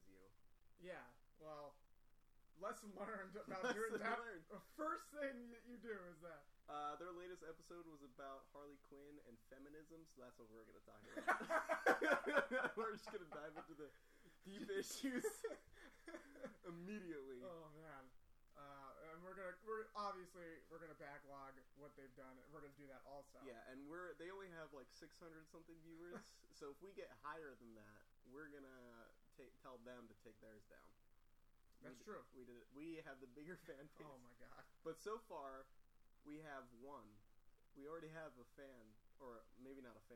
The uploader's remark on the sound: Sorry about the low audio